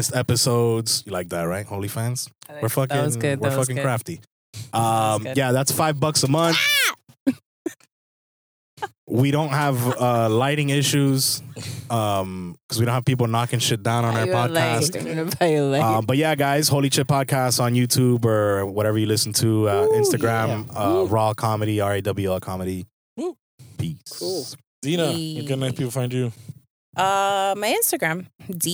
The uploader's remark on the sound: On this episode, we are in the car. Recorded at Thank You Miami.